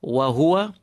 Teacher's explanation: waws feel on your lips ha in your throat